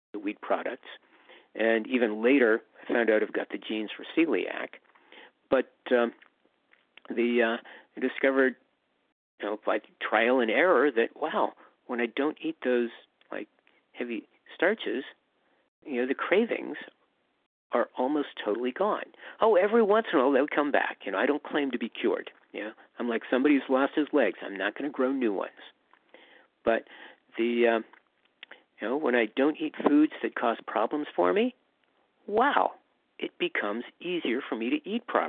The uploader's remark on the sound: from the 100 Pounders Phone Meeting